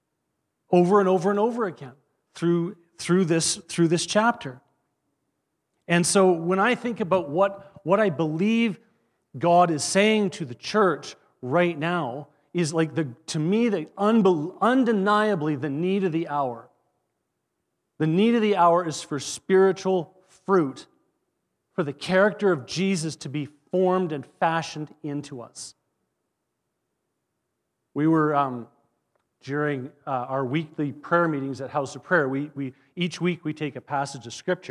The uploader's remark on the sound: At our Edmonton Gathering in January 2024 at Greenfield Community Church